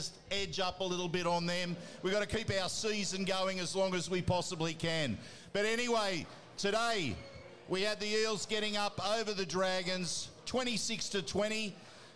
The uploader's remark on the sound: live from Jacks Bar & Grill at Parramatta Leagues Club